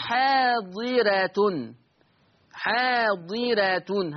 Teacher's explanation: دي راء مرققة لأن الراء مفتوحة وقبلها كسر أصلي وبرضه متصل